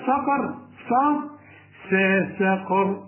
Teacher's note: القاف هي المفخمة والراء مفخمة عند الوقف